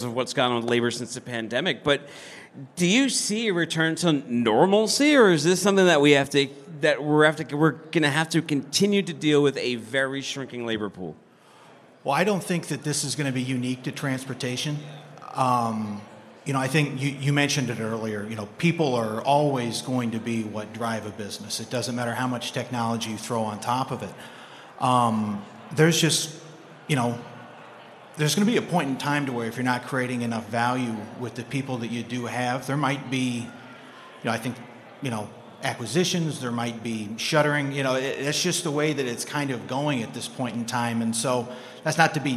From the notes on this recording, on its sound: Live from day 1 at F3.